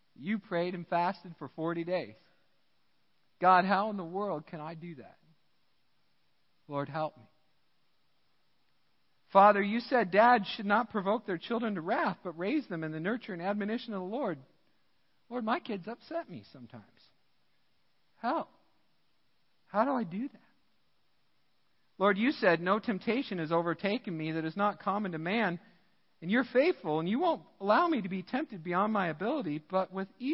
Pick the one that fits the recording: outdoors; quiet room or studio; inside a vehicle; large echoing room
large echoing room